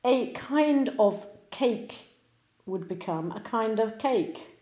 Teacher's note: Certain regional and modern language now uses an even shorter type of connected speech where kind of becomes kinder.